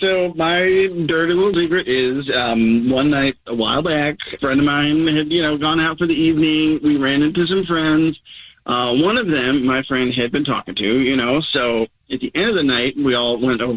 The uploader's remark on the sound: There is a guy on the phone